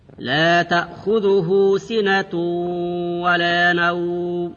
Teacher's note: سنة ولا نوم، التنوين مدغم في الواو